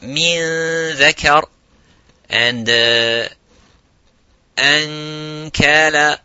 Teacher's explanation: you would say with tarqiq that ghunna